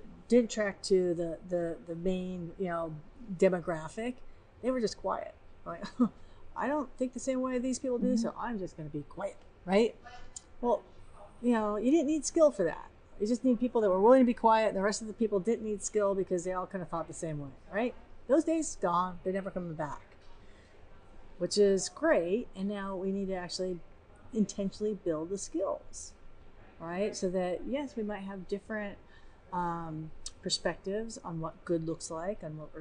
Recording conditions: busy venue